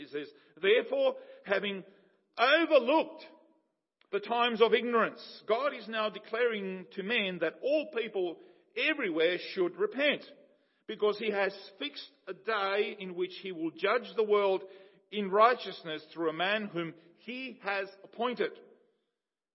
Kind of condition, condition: setting, large echoing room